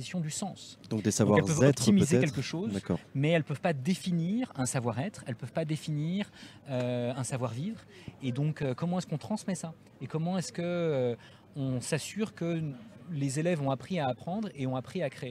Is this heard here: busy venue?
yes